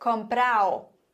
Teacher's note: Viele, viele Spanier würden sagen, esta tarde he comprado un vestido. Also dieses D zwischen zwei Vokalen wird verschluckt. Aus comprado wird comprao.